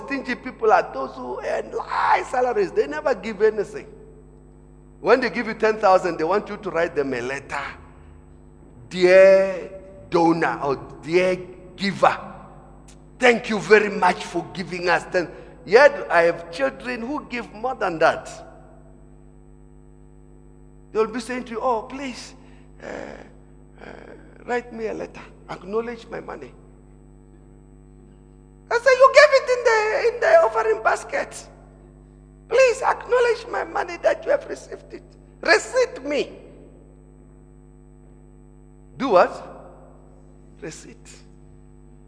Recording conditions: large echoing room